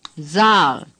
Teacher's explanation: the S at the beginning is pronounced like our Z, as in zipper.